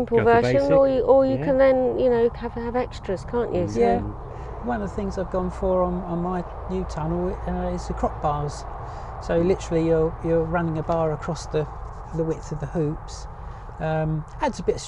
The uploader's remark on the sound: Recorded live, in a polytunnel on the hottest day in February on record